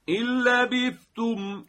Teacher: دیدید فقط ما تشدید آوردیم، دیگه نه مکس کردیم نه صدا تو دماغی شد، همون صدای دهنی معمولیه · Term: ادغام بلا غنه